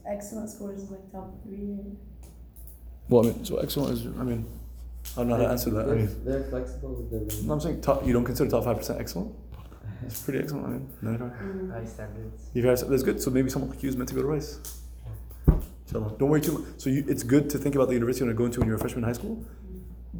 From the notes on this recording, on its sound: This episode was taken during the first class in a summer SAT-prep course with high school students at the Multi Cultural Center in South East Houston.